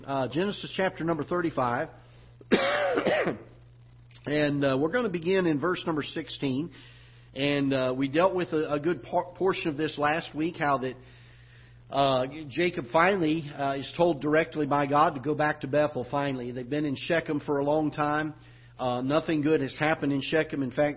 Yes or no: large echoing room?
yes